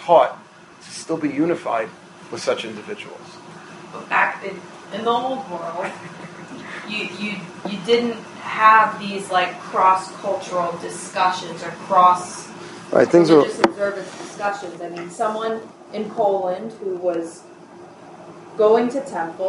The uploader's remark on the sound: Full class delivered to his students.